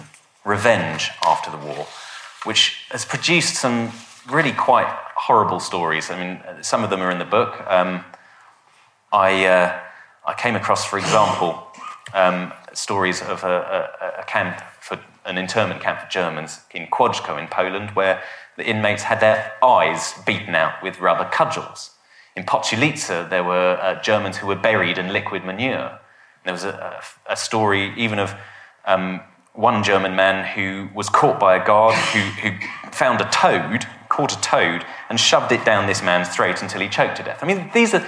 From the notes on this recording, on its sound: a lecture from our recent History Weekend